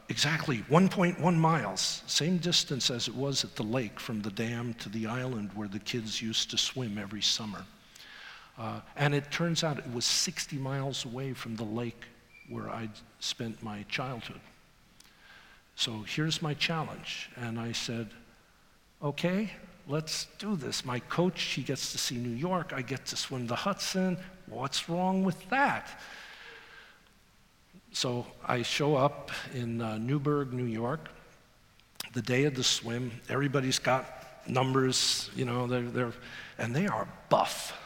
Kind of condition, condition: setting, live audience